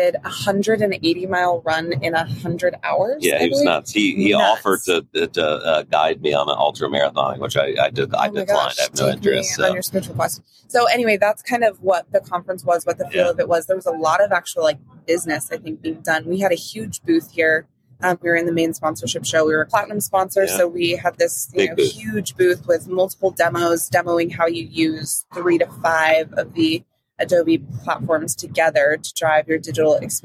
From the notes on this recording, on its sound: Live from Las Vegas. Live from Adobe Summit in Las Vegas.